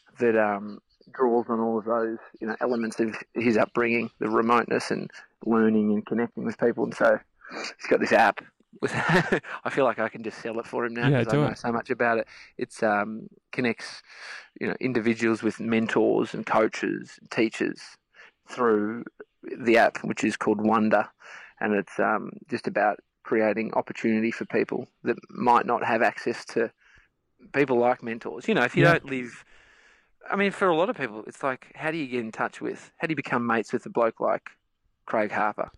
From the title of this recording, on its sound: live from the outback